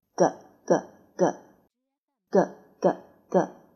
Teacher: 发音的时候要声带要震动